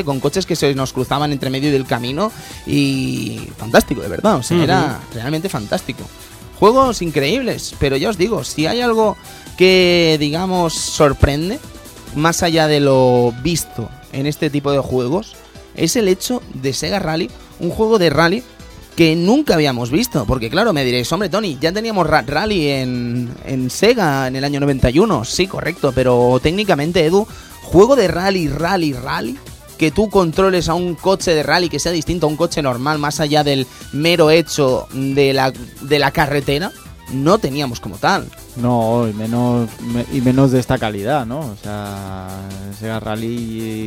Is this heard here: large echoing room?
no